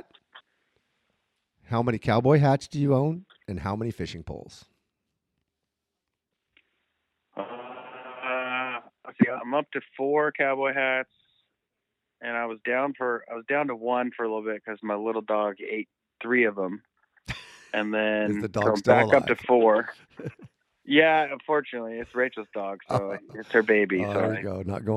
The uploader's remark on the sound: was kind enough to spend some time on the phone with me the other day